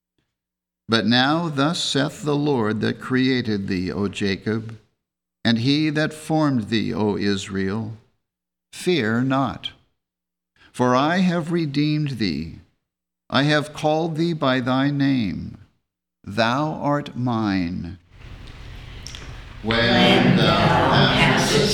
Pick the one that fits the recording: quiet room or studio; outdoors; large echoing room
large echoing room